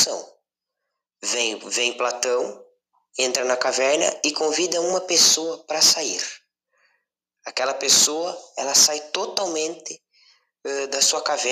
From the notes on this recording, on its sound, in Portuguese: o áudio ficou um pouquinho ruim mas da para ouvir de boa